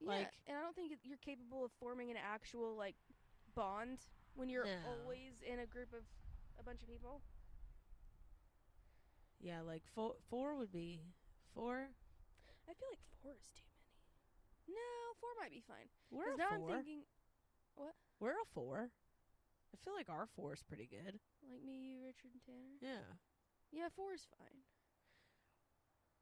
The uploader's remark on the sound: 60 degrees in February? We had to record outside.